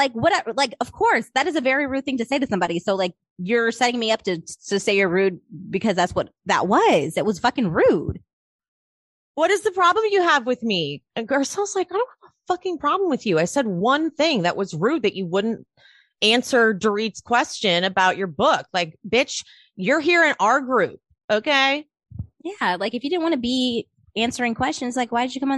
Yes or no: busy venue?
no